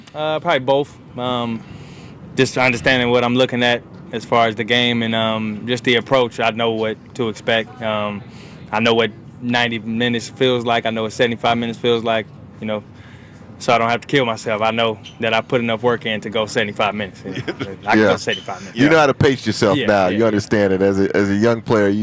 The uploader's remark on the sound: broadcast live from Chargers Training Camp at Jack Hammet Sports Complex in Costa Mesa